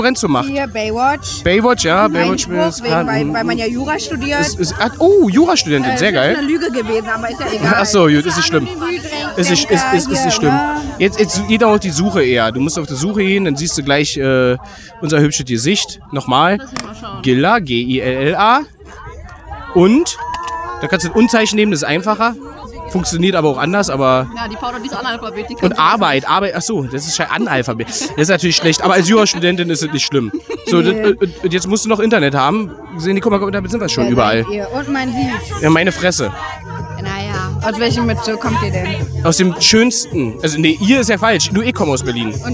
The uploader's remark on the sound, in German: Diesmal gibt es Gilla&Arbeit LIVE vom größten Dampfer der sieben Weltmeere zu hören. Motorengebrumme exklusiv mit dabei, sozusagen inklusive!